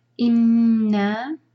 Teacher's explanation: نون مشدد، نون کو ہولڈ کرنا ہے. نا کو چار حرکہ کھینچیں گے مد منفصل.